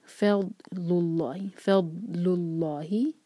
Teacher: اللہ تعالیٰ کے نام میں جو لام جلالہ ہے اس کو بھاری پڑھا جائے گا کیونکہ اس سے پہلے والا جو ورڈ ہے اس کے لاسٹ لیٹر پر ہے ضمہ.